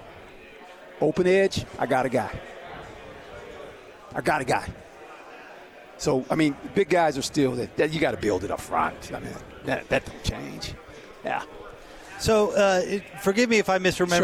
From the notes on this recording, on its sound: LIVE from Pac-12 Media Day in Los Angeles, CA